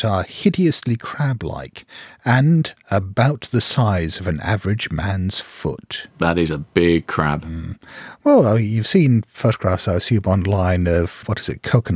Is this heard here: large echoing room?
no